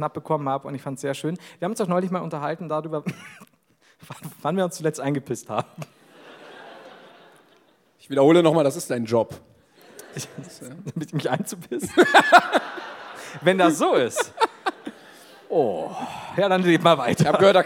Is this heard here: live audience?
yes